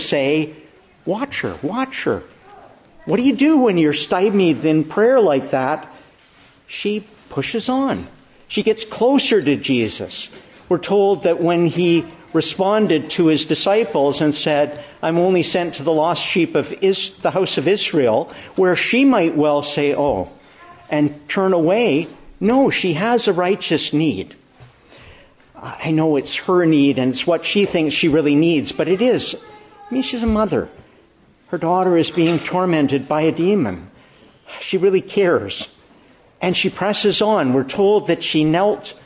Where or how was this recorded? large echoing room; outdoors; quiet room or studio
large echoing room